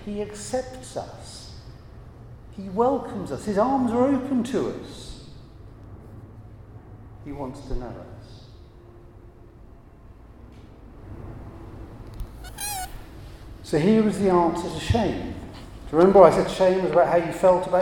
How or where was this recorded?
large echoing room